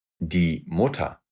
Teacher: А на конце слова или слога R вообще превращается в звук A.